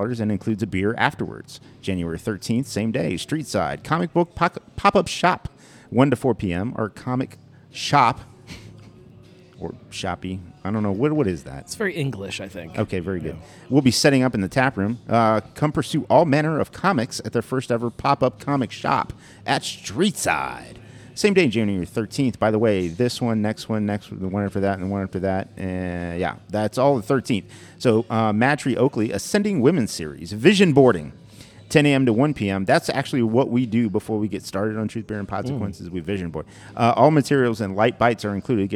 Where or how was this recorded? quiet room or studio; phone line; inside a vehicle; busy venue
busy venue